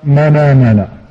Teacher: نقلت حركة الهمزة في من آمن إلى النون فقرأت منامنا · Term: النقل